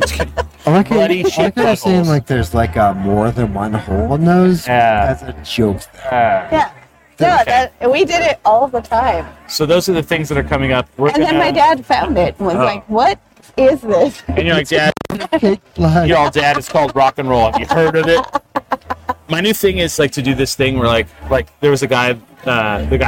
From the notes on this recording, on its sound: We are live from NM Brewfest! Some random festival goers!